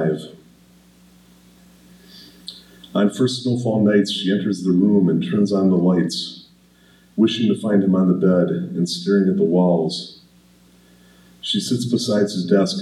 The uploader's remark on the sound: This presentation was recorded December 6th, 2018 at the McMillan Memorial Library.